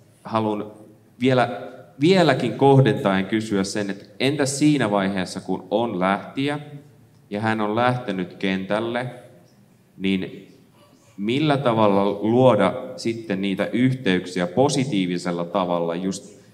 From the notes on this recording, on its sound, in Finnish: Missioforum -tapahtumassa Kansanlähetysopistolla Ryttylässä 2.9.2023 yleisön edessä äänitetty jakso.